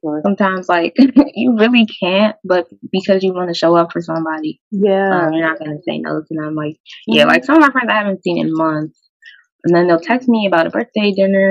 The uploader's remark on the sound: This audio was recorded via ZOOM so bear with us please